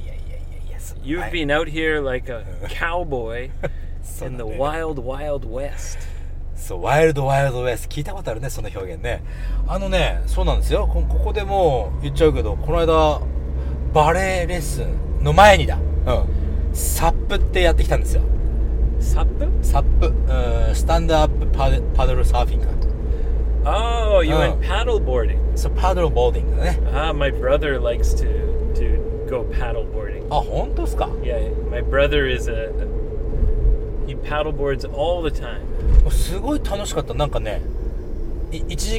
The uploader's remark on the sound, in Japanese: GoGo号の中で録音をしたのであります